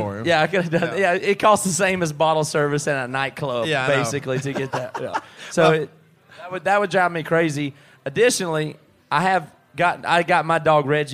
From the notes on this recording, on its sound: Live From a Pub in Toowoomba, Australia.